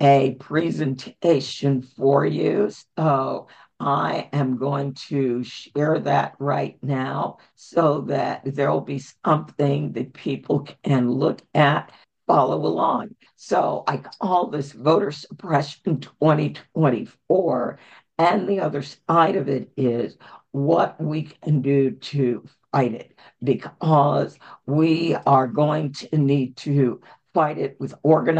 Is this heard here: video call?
yes